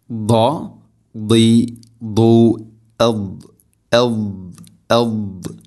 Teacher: ദാദിൻ്റെ ഉച്ചാരണം നാവിൻ്റെ ഏതെങ്കിലും ഒരു സൈഡ് അണപ്പല്ലുകളോട് ചേർന്ന് നീളത്തിൽ തട്ടിക്കൊണ്ടായിരിക്കണം അതിൻ്റെ ആ ഒരു ഉച്ചാരണം, ആ ഒരു ശബ്ദം വരേണ്ടത്.